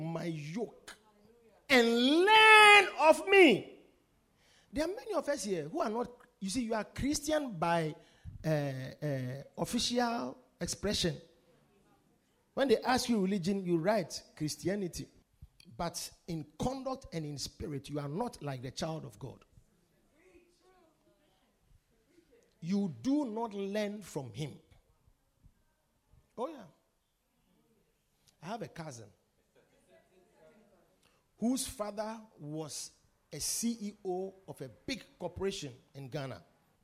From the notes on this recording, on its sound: Preached at The Victory Secrets Service.